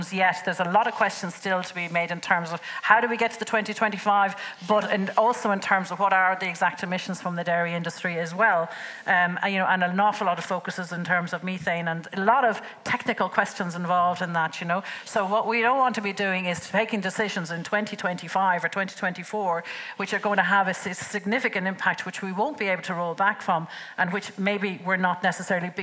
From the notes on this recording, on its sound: Apologies for the audio quality from 0.09 to 7.57 due to a technical problem during recording. Episode recorded in the RDS with a live audience.